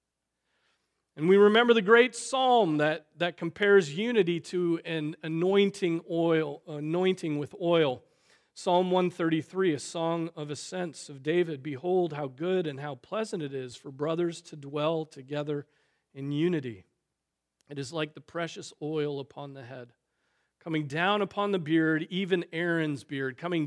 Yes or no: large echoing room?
yes